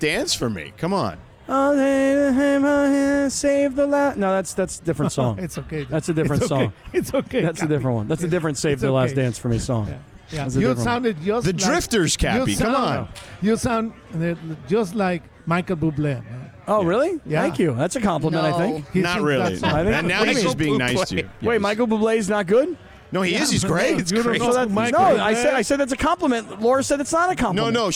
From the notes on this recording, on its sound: Joined the show live from Danny K's.